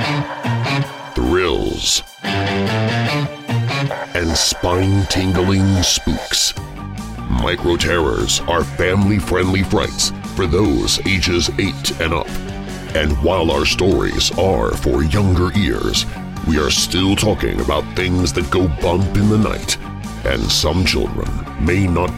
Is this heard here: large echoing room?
no